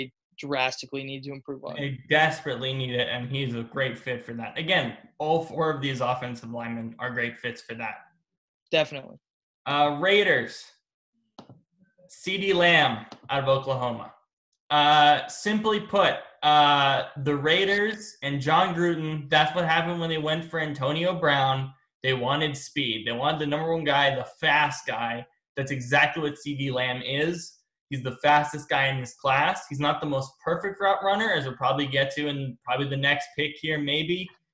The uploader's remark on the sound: Are on Zoom for a special edition episode of Hat Trick Sports Talk.